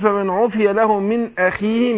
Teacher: انا برقق الهمزة وبعدين الخاء بتاخد ادنى درجات تفخيم. فبقول فمن عفي له من اخيه مش من اخيه.